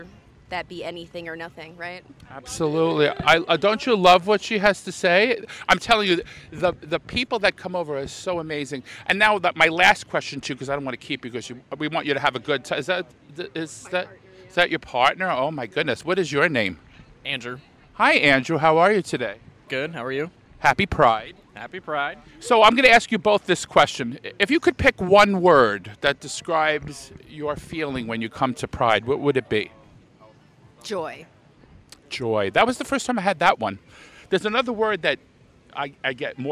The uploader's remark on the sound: At Bloomington Pride 2023. Talks to attendees of the Bloomington Pride Festival.